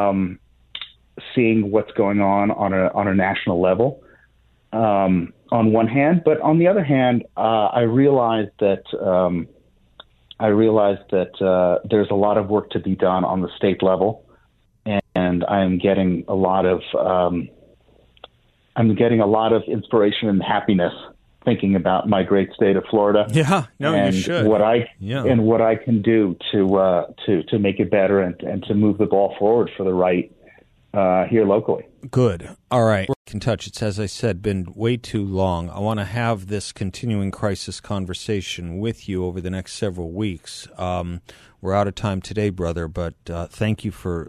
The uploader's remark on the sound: joins the show by phone